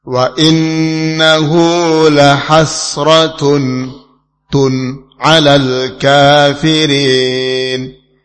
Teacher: Tanwin bertemu ain. Ini juga izhar.